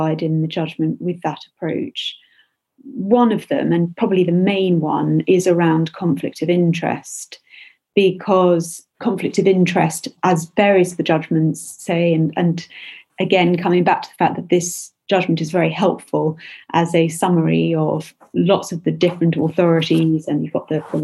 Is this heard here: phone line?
no